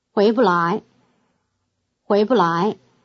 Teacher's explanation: To say not able to about the action of a compound verb of result, you add the toneless syllable 不 between the action and the result